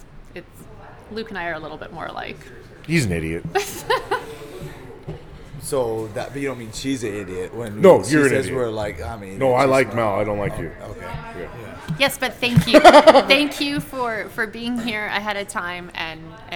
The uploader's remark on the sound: Live show today from Champs Gym for the KO Boxing 81 Press Conference